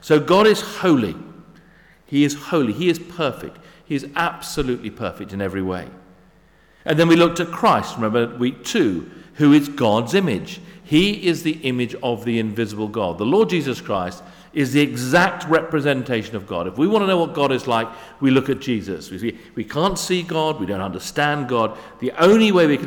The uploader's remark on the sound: Sermon at St David's Moreton in Marsh